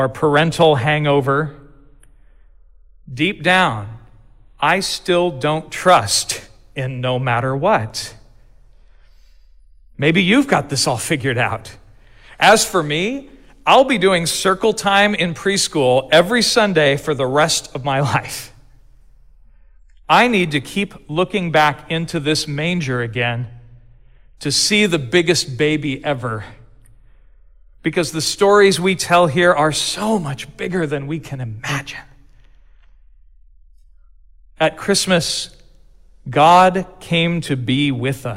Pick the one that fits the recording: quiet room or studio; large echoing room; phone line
large echoing room